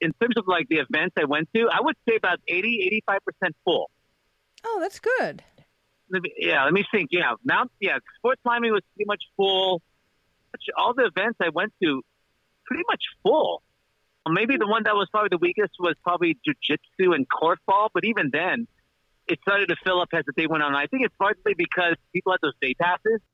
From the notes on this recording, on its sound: Listener Call-In. We open the phone lines to hear from our listeners.